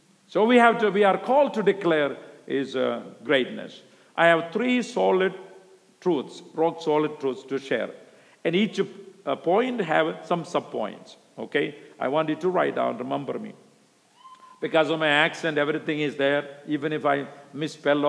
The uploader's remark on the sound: speaking at the Missions Conference